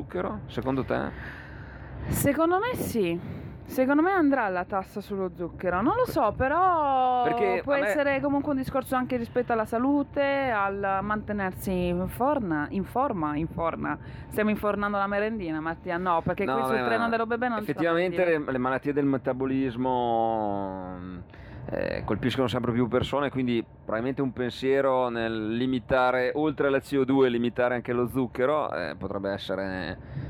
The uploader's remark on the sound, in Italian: Io, te e l'ÖBB è Il primo podcast di attualità registrato in treno, sul convoglio mattutino fra Trento e Innsbruck. In una cabina del treno dell'Euregio, frequentato ogni mattina da molti pendolari.